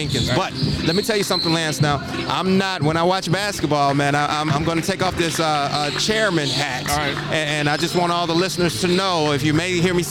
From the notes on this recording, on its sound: LIVE coverage of an FHJ Flames Basketball game